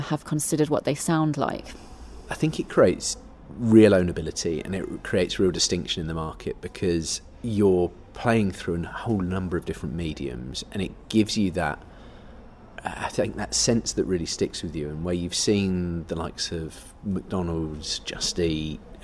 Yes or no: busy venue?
yes